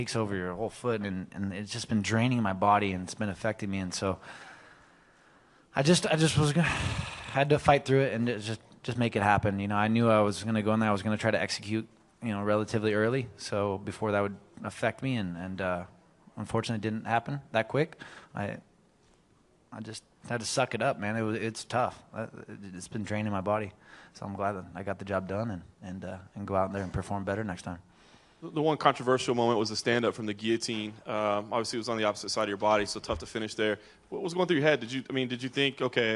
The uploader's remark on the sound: Live recordings from octagonside pre-fight, then the press conferences post-fight, at UFC 194 in Las Vegas.